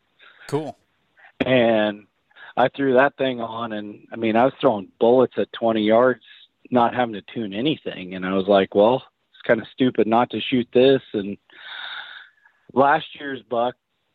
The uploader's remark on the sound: Answer questions from the live broadcast comments and talk with a caller out of Missouri.